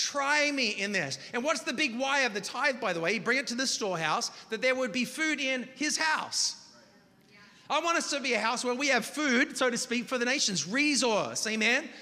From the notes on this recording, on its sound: preached this message on October 29th at our Union Square Community